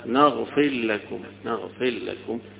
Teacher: الإدغام يسموه إدغام الصغير هنا، اللي هتبقى نغفر لكم نغفر لكم، يبقى فيه إدغام الراء في اللام هنا